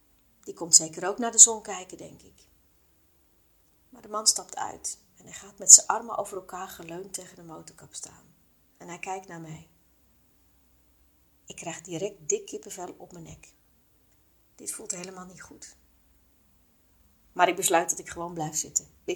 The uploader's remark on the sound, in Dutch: Deze aflevering heb ik spontaan opgenomen met mijn mobiel, zonder pop filter. En ja, dat hoor je (een beetje).